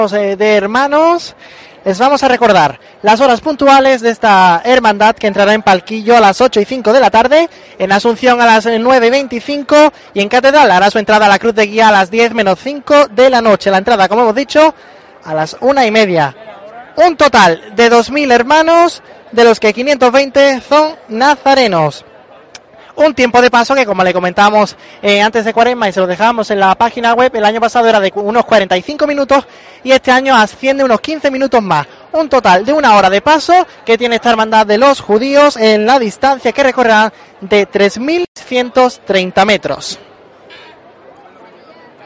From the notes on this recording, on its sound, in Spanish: Parte 1 de la emisión en directo de la salida de Los Judíos de San Mateo Jerez 2016.